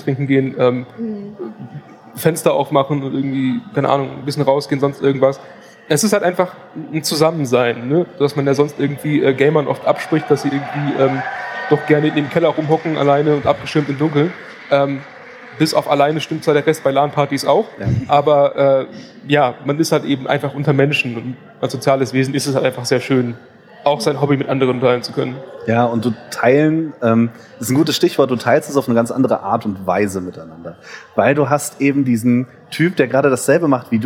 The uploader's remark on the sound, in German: Live von der CAGGTUS in Leipzig.